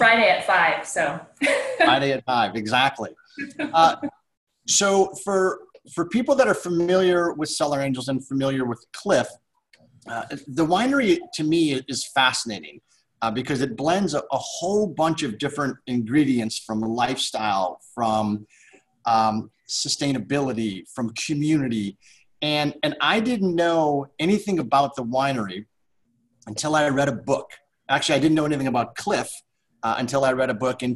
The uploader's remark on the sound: SIP Virtual Wine Tasting